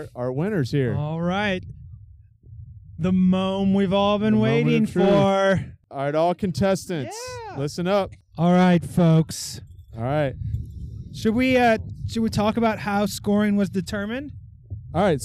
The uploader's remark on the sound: A live recording taken during the inaugural Punt, Pass and Kick competition presented by Enterprise Academy and the 585 podcast. Today’s event was a fundraiser to benefit the local United Way.